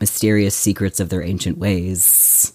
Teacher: he uses the fricative alliteration throughout